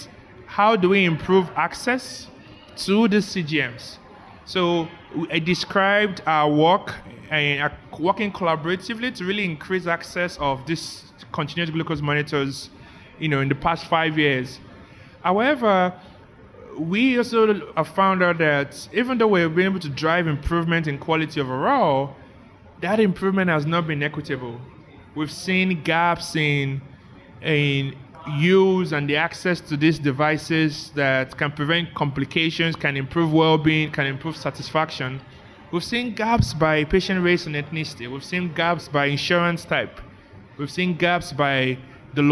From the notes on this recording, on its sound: We're recording live interviews this week from NCQA’s first annual Health Innovation Summit , hosted this year at the Marriott Marquis hotel in Washington, DC. We're recording live interviews this week from NCQA’s first annual Health Innovation Summit , hosted this year at the Marriott Marquis hotel in Washington, DC.